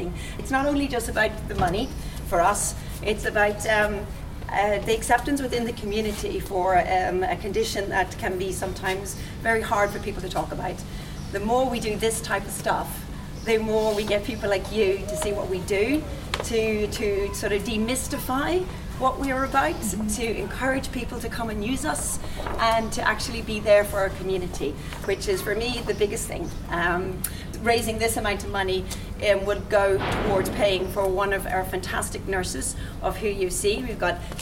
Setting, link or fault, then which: setting, outdoors